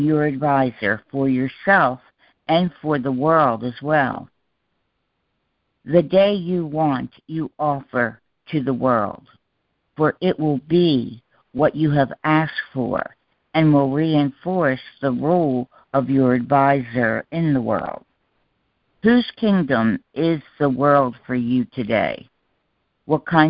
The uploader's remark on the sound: ACIM Daily Conference Call